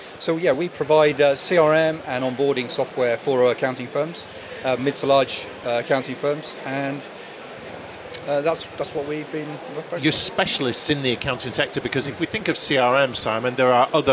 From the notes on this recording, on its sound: Accountex 2023 Live Interviews. These interviews were recorded in our unique recording studio on the exhibition floor at Accountex 2023.